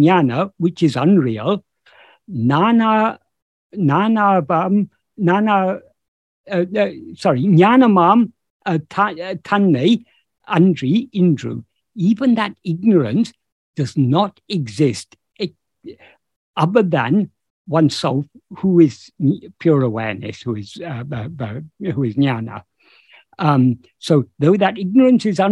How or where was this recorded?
video call